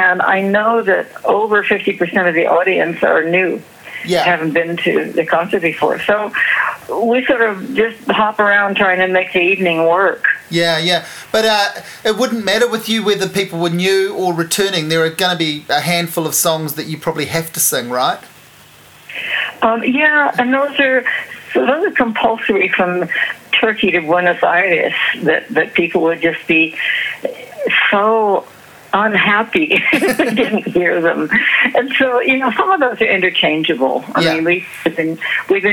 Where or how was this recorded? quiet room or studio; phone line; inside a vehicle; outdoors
phone line